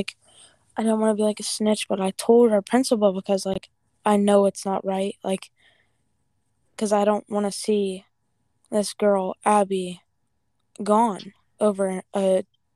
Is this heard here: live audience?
no